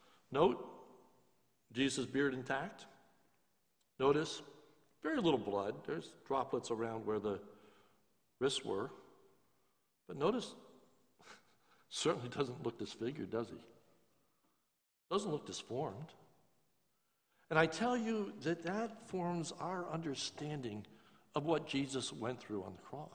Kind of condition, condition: setting, large echoing room